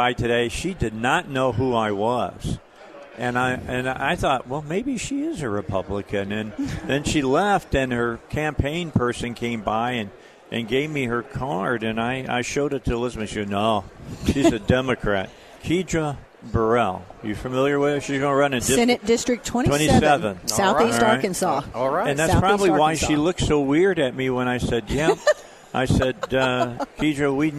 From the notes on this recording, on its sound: Live at the State Capitol for Filing Day